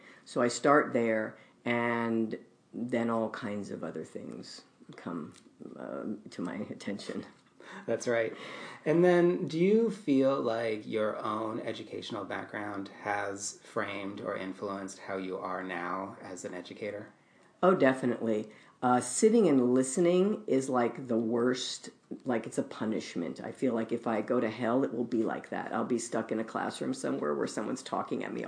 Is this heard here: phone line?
no